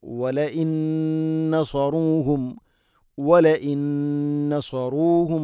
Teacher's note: വല ഇൻ നസറൂഹും, വല ഇൻ അല്ല വല ഇൻ. സാക്കിനായ നൂന് ശേഷം നൂന് ഇദ്ഗാം ബിഗുന്ന, ഇദ്ഗാം ചെയ്ത് മണിച്ചുകൊണ്ട് ഉച്ചരിക്കണം.